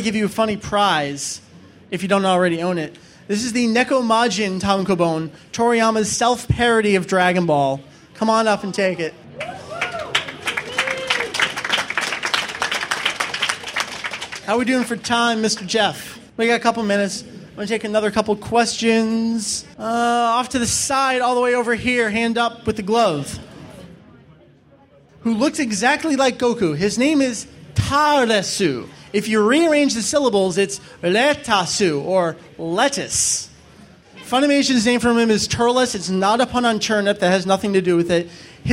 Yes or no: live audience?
yes